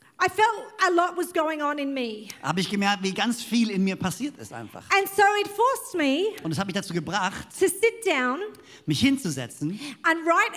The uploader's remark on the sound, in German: Bei uns in Konstanz. Predigt aus dem 12Uhr Gottesdienst.